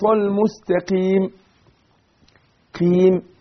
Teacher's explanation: كسرت القاف وهي حرف مستعلي منفتح بيتاثر بالكسر ويضعف بالكسر